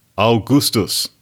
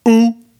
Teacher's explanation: an Augustus becomes just ooh. All that's left is that middle ooh. The aug is gone, the stus is gone, and just ooh.